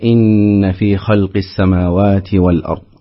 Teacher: نون مشددة تغنى بمقدار حركتان